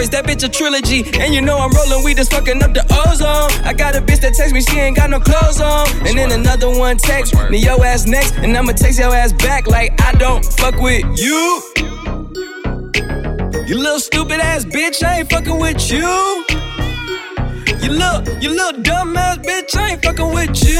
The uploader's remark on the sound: Live at Hyde Nightclub